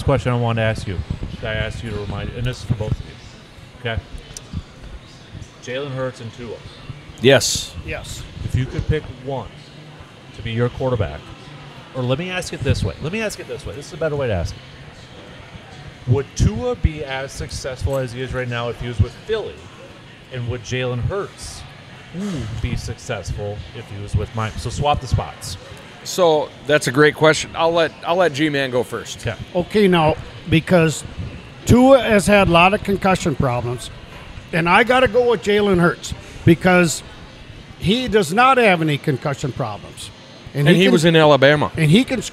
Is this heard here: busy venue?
yes